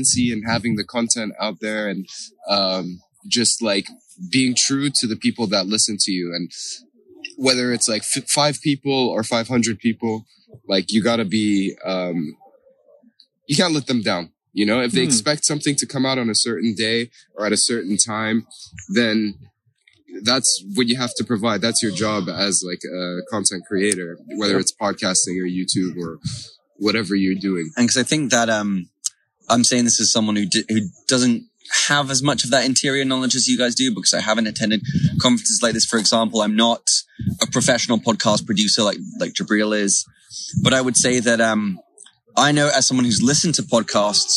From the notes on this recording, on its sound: We head outside to record in the sunny greens of Talacre Gardens. We apologise for the drop in audio quality.